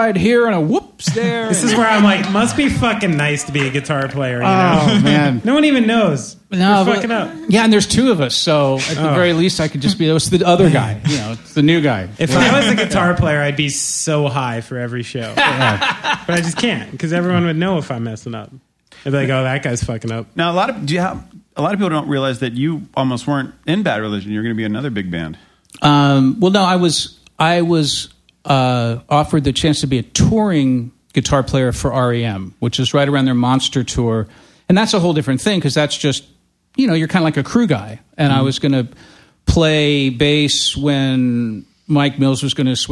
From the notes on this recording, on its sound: We recorded live, in front of an audience at the Knitting Factory in Brooklyn.